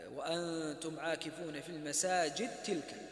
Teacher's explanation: الدال تدغم في التاء